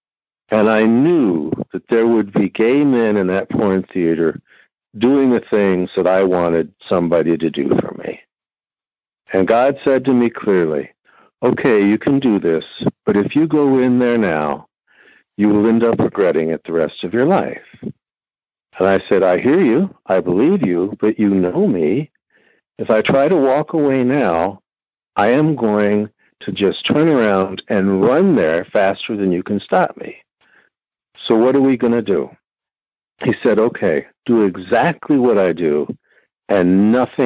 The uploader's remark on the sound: Noon Phone Speaker Meeting